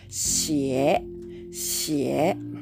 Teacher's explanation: XIE の第3声低く沈む音になります